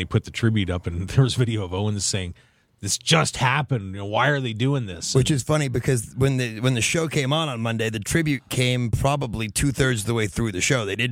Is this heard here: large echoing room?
no